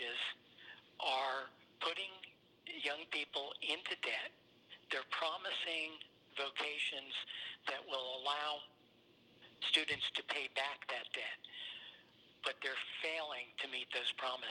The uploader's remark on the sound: spoke on the phone